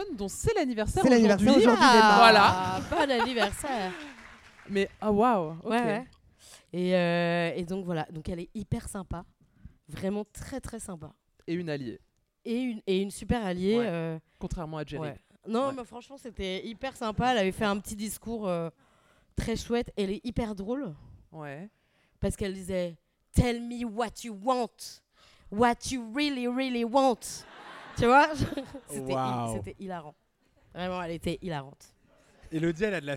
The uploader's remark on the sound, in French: enregistré pour la première fois Absolument Fabuleuses en public, au théâtre du Grand Point Virgule